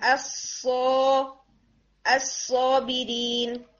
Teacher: सौद और सीन की sound exactly same है, सिर्फ ये होता है कि सौद हैवी है और सीन लाइट लेटर है